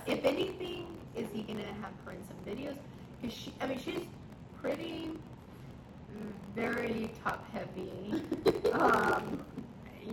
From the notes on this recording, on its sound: Great podcast but the audio got messed up.